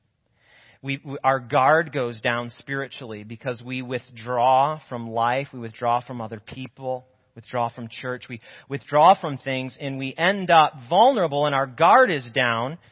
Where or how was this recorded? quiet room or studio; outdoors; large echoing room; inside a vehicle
large echoing room